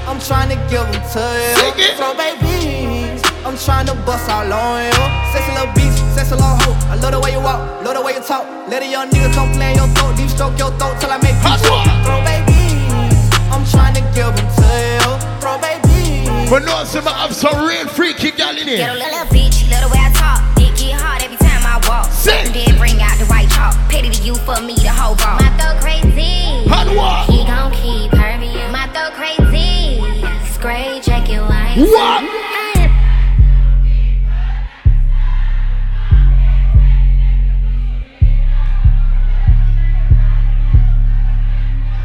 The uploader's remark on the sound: Live Audio: The Jubilee Day Party